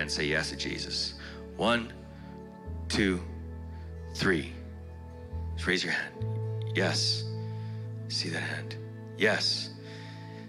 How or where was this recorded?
large echoing room